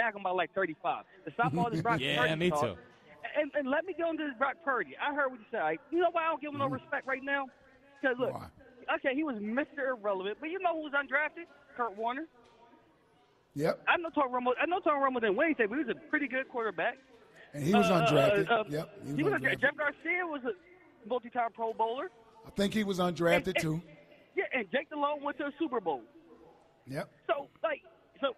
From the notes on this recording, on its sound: live from Chickies in South Philly